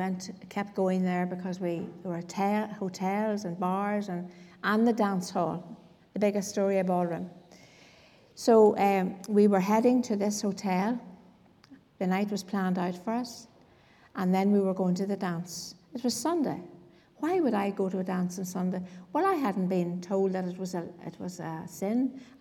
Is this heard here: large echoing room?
yes